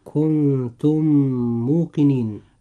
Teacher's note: الحكم الثاني وهو إدغام مثلين صغير، وقلنا إن هذا الحكم له حرف واحد وهو الميم، ونأخذ مثالا على ذلك: كنتم موقنين، الكلمة الأولى تنتهي بحرف الميم الساكن، أما الكلمة الثانية وهي كلمة موقنين تبدأ بحرف الميم المتحرك، فإذا جاء حرف الميم المتحرك بعد ميم ساكن فوجب هنا إدغام، ويسمى إدغام مثلين صغير، فننطق هاتين الكلمتين هكذا: كنتم موقنين.